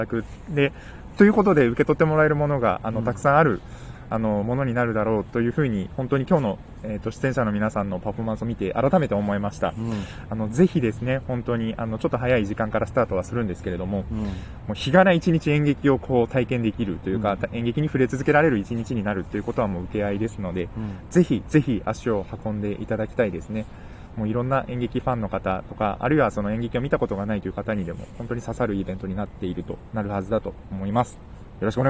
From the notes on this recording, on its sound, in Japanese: 夜の公園で収録しました！